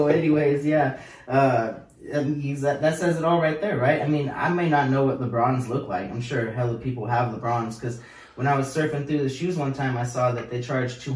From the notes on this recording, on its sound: The audio is bad due to the fact that it was lost, so you're listening to the camera audio